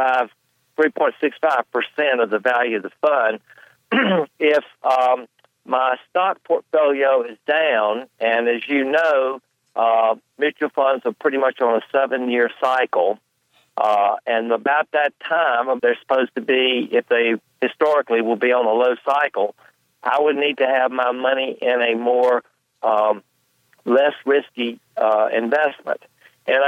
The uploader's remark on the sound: Financial planning call-in show.